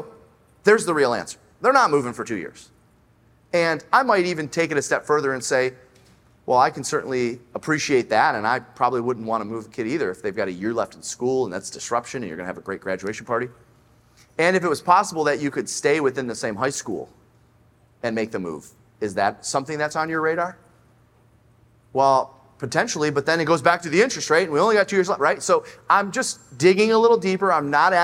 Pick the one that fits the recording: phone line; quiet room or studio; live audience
live audience